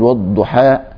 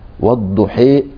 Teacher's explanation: والضحى ده اسم الفتح، والضحي والضحى بميلها سنة · Term: الإمالة